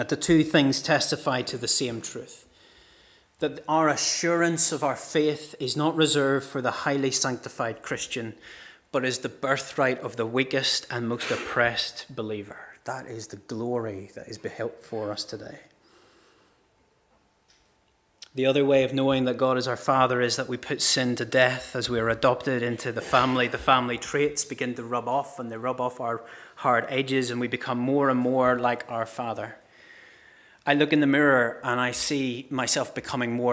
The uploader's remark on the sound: This is the recording of the Bible readings and sermon from our morning service on Sunday 24th September 2023.